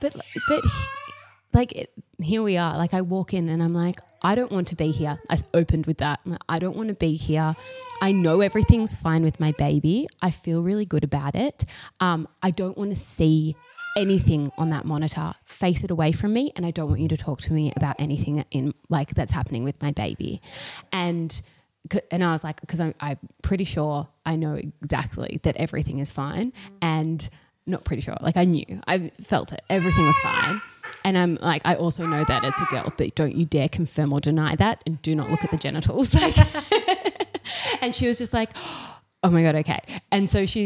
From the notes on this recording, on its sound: two (slightly noisy) boys in the studio and we apologise for any disturbances in the audio